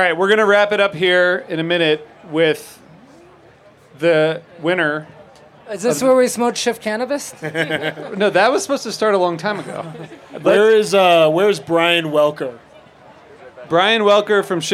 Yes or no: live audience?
yes